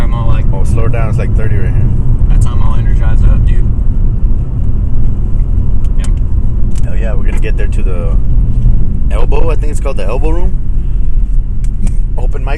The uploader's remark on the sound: Carcast. This was recorded after the first two shows on the way to San Antonio.